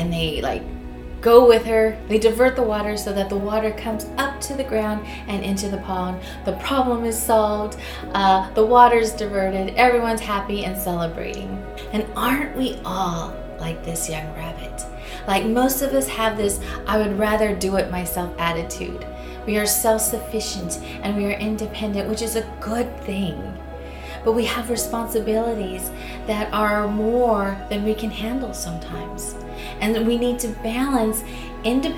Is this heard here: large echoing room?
no